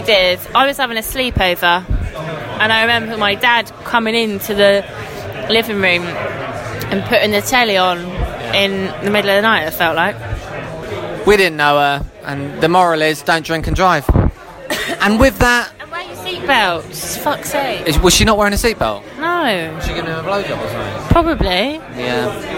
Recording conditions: busy venue